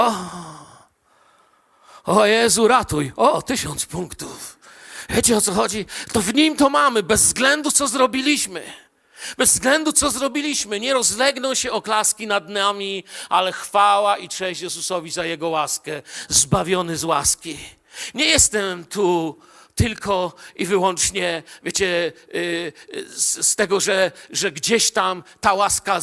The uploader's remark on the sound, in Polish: Wykład nagrano podczas nauczania w Kościele „Filadelfia” Bielsko Biała